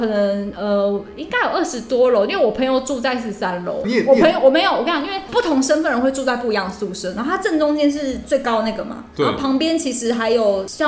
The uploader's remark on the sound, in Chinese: 本集白噪音指數：蚊風級 1/5。錄音地點：某某咖啡 - MOMO Coffee Bistro。